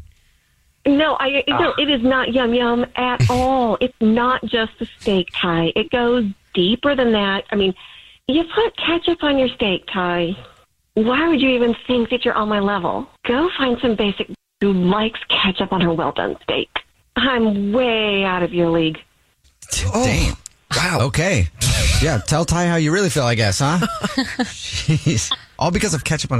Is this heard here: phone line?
yes